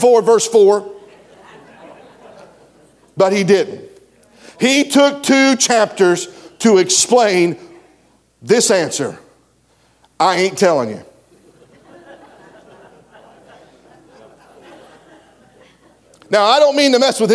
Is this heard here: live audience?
yes